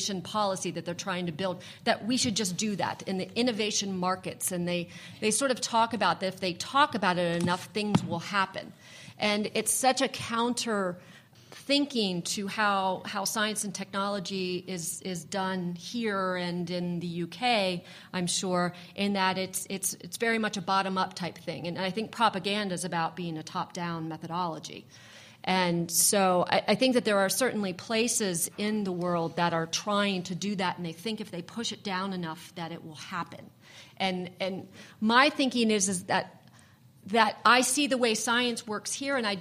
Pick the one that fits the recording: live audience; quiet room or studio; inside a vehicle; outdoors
live audience